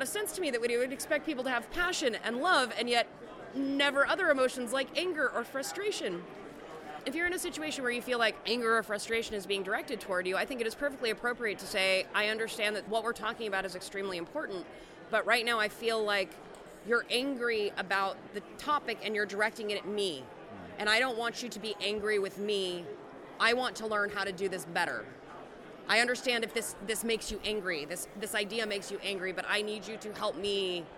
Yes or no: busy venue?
yes